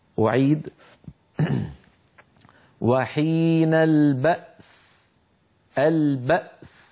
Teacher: فنسكن الهمزة ثم ننطق السين